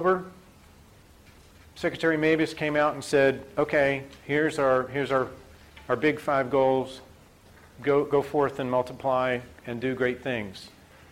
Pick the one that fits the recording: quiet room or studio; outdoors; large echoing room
large echoing room